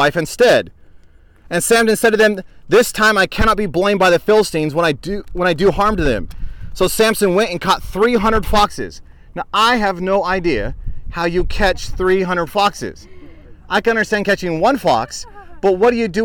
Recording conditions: wind noise